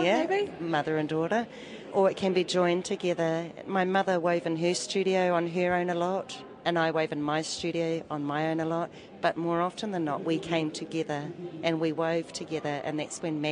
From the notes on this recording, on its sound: during a panel discussion at Call of Taranaki: Reo Karanga o Taranaki exhibition at Puke Ariki Museum.